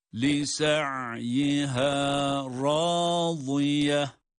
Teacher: Bir elif miktarı uzatılan meddi tabii var.